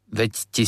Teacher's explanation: Tu máme zdvojené ť, aby nebolo veti.